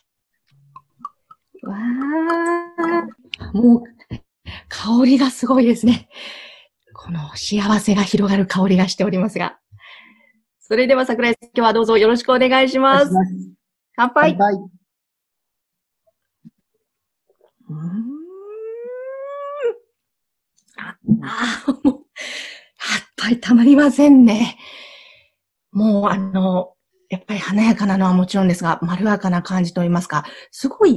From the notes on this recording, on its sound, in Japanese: Zoom・オンラインでインタビューをさせて頂きました。